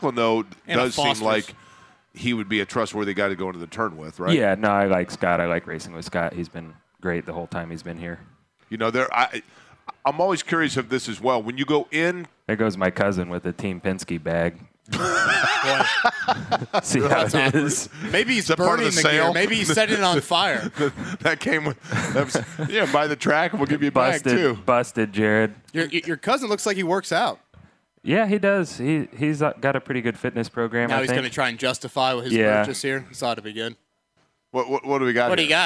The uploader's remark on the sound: LIVE AT CARB DAY